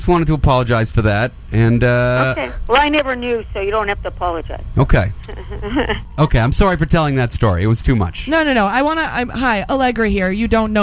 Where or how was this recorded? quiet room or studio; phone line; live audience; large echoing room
phone line